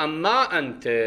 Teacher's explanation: ولما حذفت كان وجب التعويض عنها بما، ثم زيدت ما عوضا، فصارت أن ما أنت، ثم أدغمت النون في الميم لاتحاد المخرج لأن مخرجهما واحد، فصار أما أنت